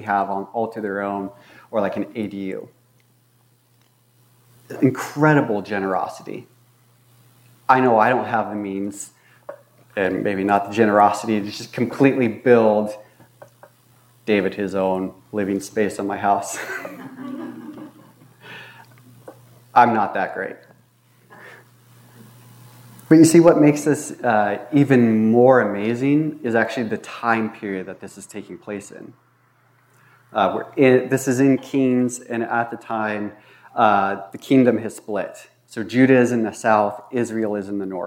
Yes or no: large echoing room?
yes